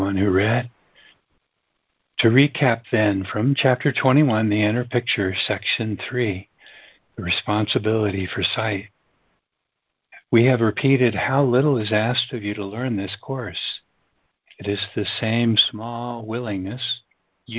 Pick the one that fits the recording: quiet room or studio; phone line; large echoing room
phone line